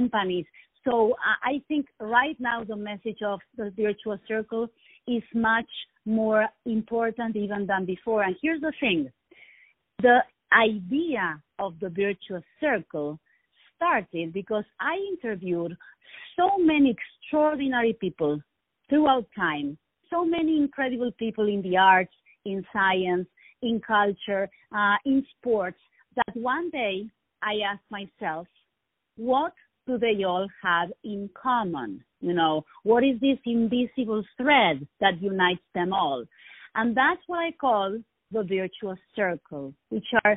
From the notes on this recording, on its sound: On the phone